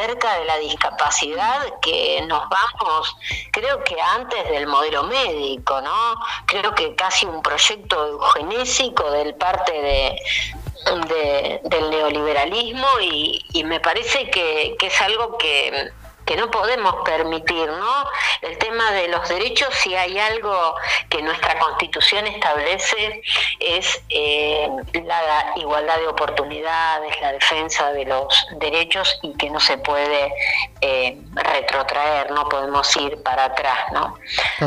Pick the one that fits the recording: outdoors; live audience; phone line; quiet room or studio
phone line